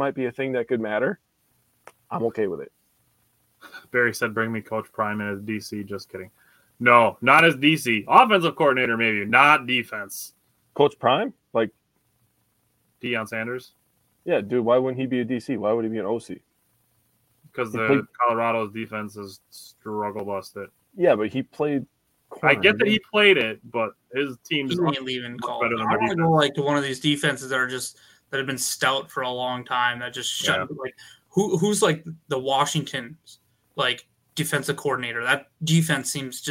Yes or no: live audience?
no